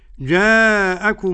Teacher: الجيم معطشة والمد مد متصل واجب المد